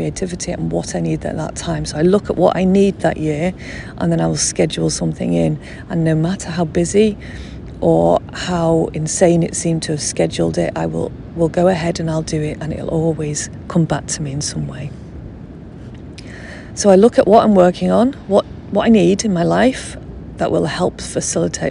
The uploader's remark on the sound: A podcast recorded on location as I revisit the beach in Holland that holds a special place in my heart.